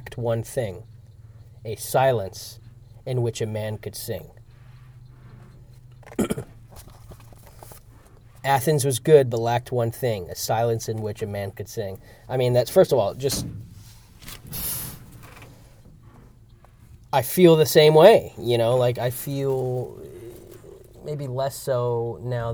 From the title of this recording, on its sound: Field Recording